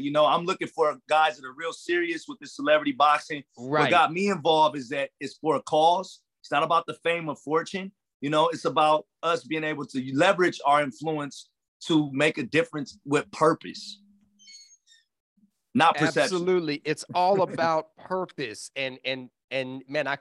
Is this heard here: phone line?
no